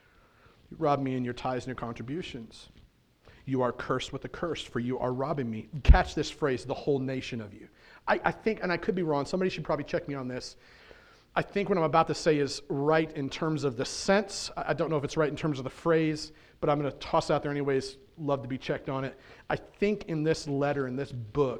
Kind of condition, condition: setting, large echoing room